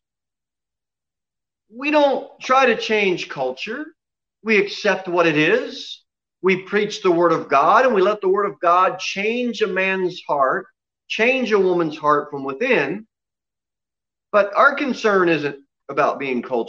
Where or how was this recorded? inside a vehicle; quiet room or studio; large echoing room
large echoing room